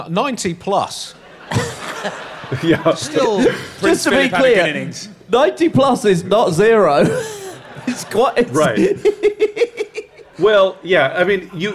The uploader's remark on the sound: live from Podicon London 2021